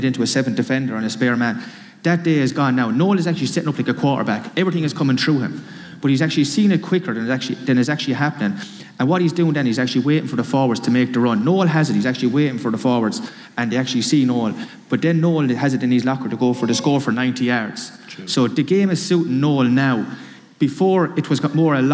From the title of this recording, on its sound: The GAA hour live from Thurles